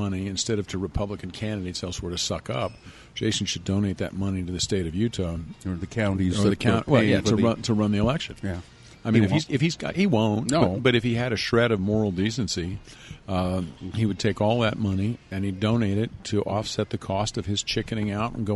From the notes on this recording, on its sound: This episode was recorded at Zest in downtown SLC.